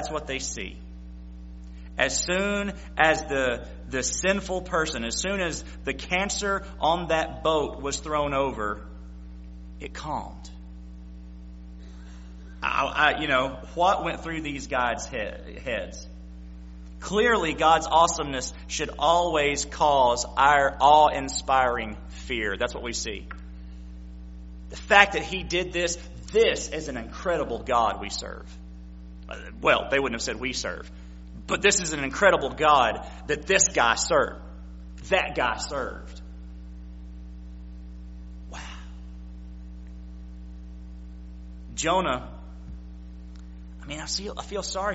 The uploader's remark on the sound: September 25, 2016 PM Service